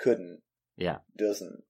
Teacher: And just adding that T sound, that is a natural thing for British people to do.